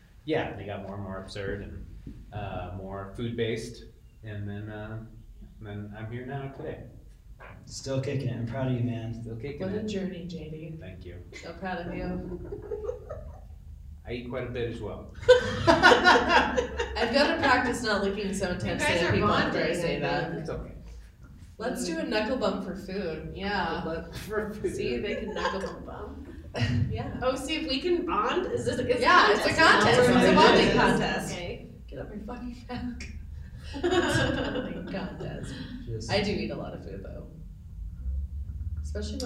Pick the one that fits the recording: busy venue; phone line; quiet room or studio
busy venue